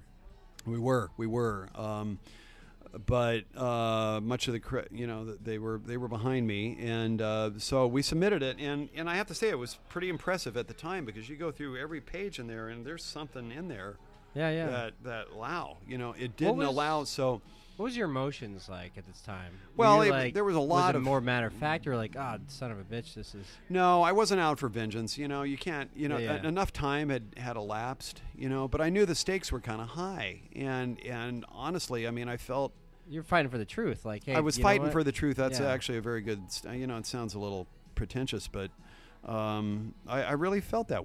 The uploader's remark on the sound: RECORDING LOCALE Highland Stillhouse 201 S. 2nd Street Oregon City, OR 97045.